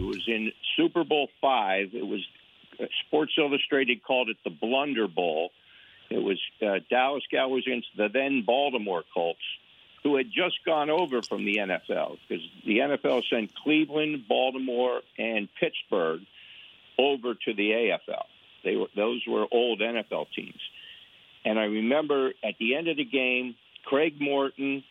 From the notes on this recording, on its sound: The fans called